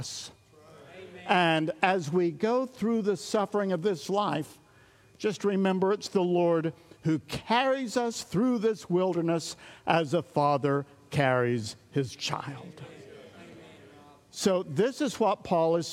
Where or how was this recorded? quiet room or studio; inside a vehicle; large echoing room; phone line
large echoing room